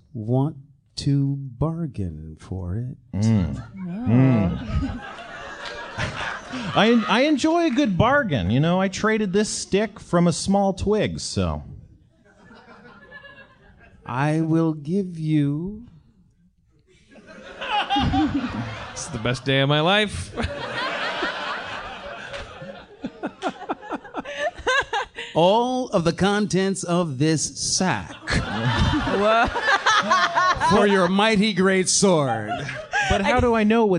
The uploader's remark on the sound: LIVE from Austin, TX.